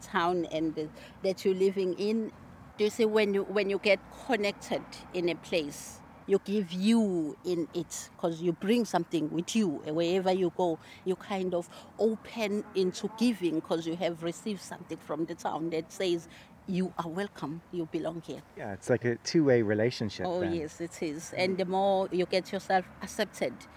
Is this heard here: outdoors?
yes